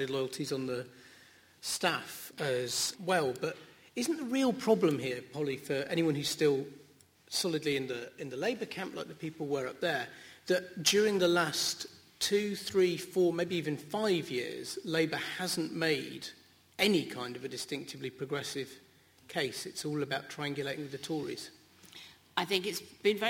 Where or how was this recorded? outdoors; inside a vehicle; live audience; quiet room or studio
live audience